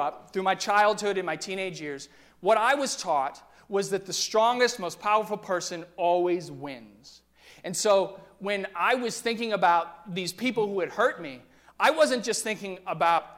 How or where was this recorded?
large echoing room